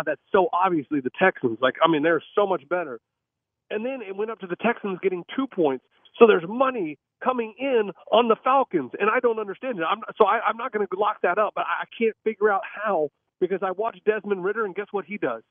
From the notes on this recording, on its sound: Is still out sick still so he he has to call in from his front porch once again.